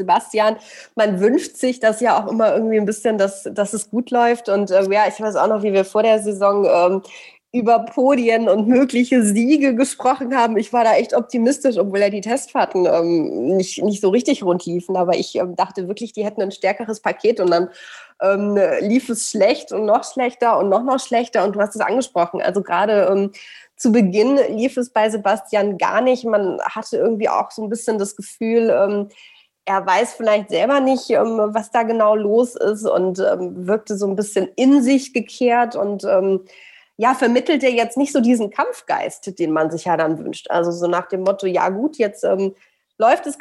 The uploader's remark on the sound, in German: Im Zoom-Nachrichtentake